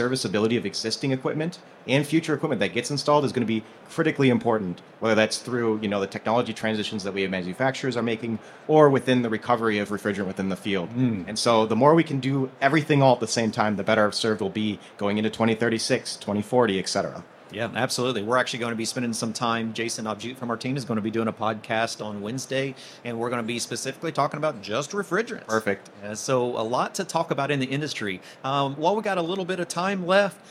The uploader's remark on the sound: This episode recorded live at the 2024 AHR Expo.